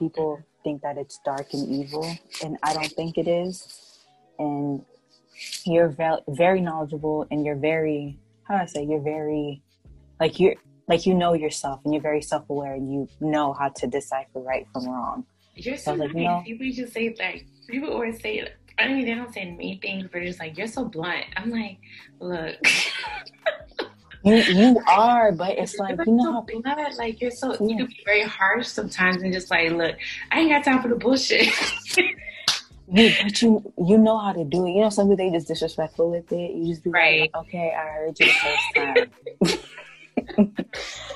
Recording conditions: video call